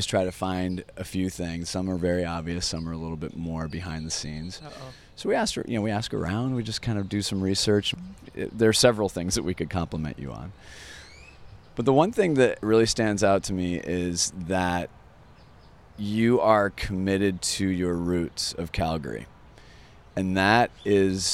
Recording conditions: outdoors